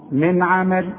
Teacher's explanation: والعين من حروف الاظهار اذا ما تغنش، تقول من عمل